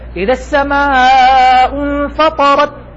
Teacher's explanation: إذا السماء انفطرت، أنت الآن لا يمكن أن تميز أي حرف بالضبط أنا وقفت عليه، والسبب أني سحبت منها صفة الهمس. إذا من غير الهمس لن تسمع التاء تاء، ستسمع حرفا شديدا وقفت عليه